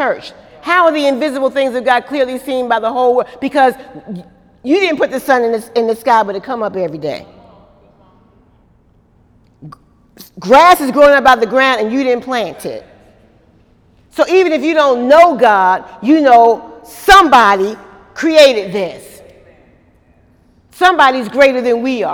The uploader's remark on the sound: During Wednesday night service on May 2, 2018